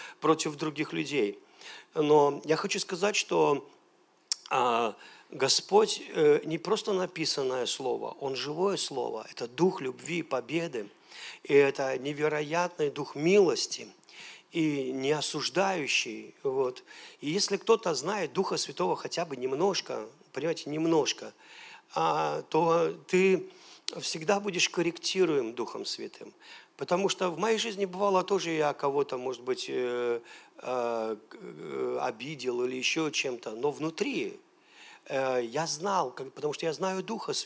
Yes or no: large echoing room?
yes